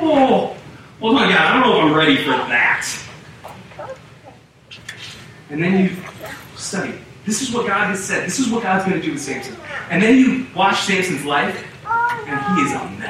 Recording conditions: poor sound quality